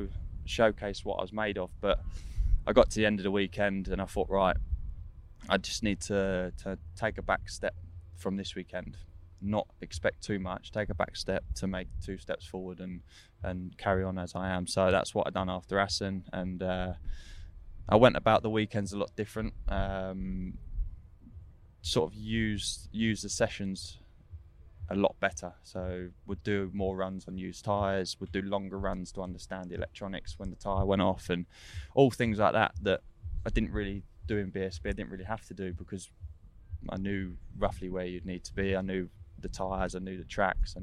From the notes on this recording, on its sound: candid chat recorded at Donington Park